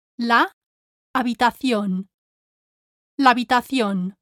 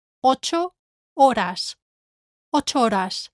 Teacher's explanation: Notice that when the second word starts with the letter H, you can also run the two identical vowels together